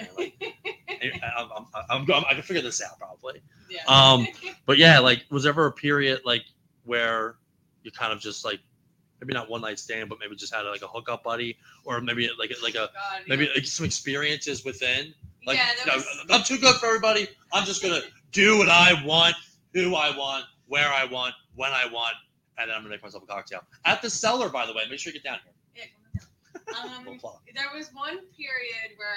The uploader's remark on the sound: Live from The Cellar in Yardley, PA.